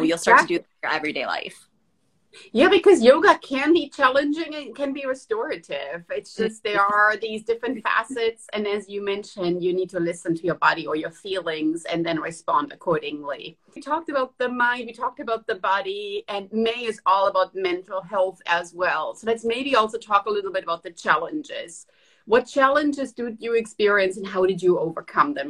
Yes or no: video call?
yes